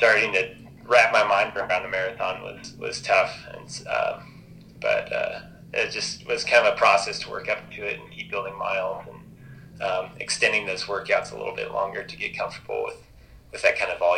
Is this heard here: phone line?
yes